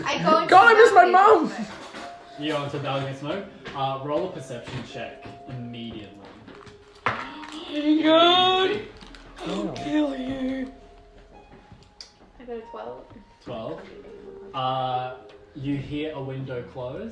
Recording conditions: poor sound quality